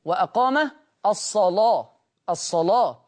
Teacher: أيضا لورش تغليظ اللام في لفظ الصلاة